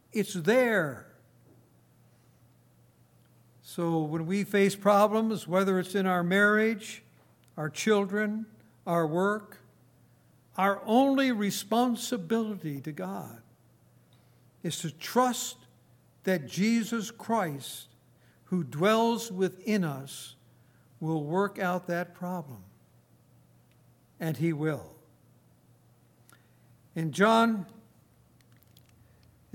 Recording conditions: large echoing room